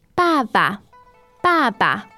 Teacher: Okay, so you have two ba there. The first one is fourth tone, but then the second one becomes a neutral tone.